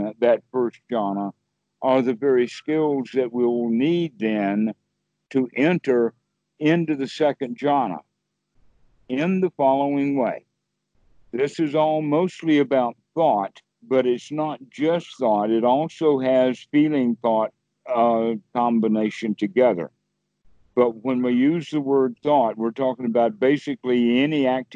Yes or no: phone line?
yes